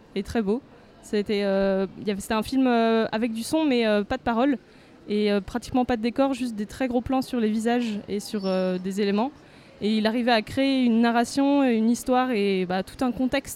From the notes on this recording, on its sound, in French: Pour ce deuxième sous-marin enregistré au centre des congrès.